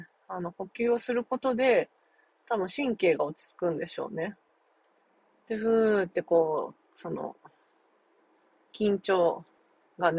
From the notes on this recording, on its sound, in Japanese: 運転中の独り言。翌日こうして無事に運転してます。